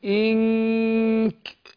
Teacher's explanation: هخفي النون في نفسها وأكون مجهز للكاف · Term: الإخفاء